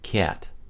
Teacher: a tendency toward an onglide, sliding into the sound from a more closed mouth position